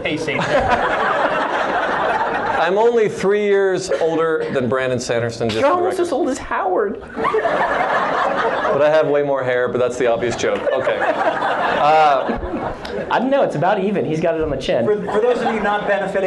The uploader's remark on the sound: This episode was recorded live at Life, The Universe, & Everything 28, The BYU Symposium on Science Fiction and Fantasy, and features, among other things, our largest audience ever.